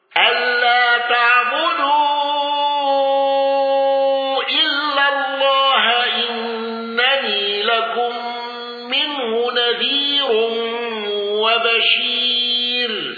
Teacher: الأزرق بالإشباع وترقيق الراء المضمومة